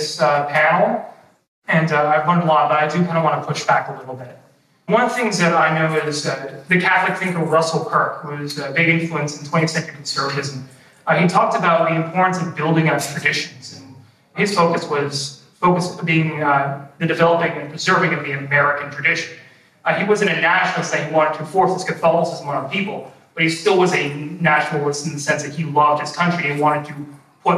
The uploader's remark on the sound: During this breakout session from Freedom Fest 2023. With a special video contribution.